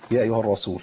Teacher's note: يبدل السين بصاد، وده عشان تفخيم ما قبلها الرسول، صح؟ بالزبط. · Term: السين بيبدل صاد